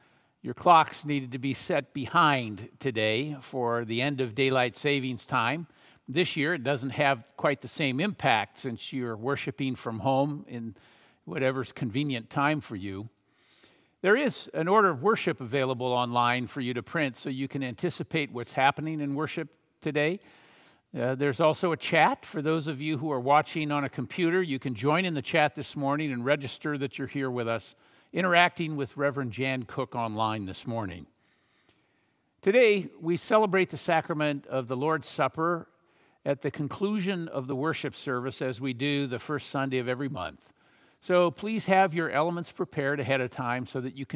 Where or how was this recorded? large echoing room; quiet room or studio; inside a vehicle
large echoing room